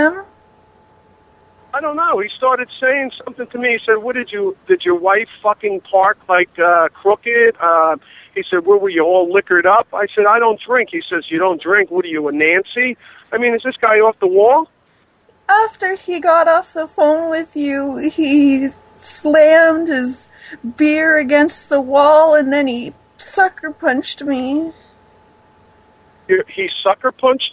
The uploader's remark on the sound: …'s Personal Prank Phone Calls Collection.